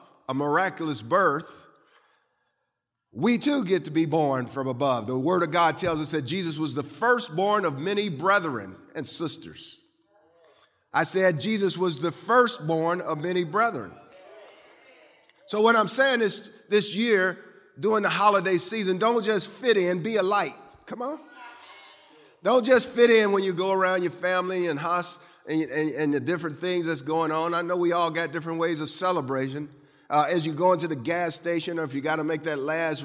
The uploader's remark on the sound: Christmas Eve Service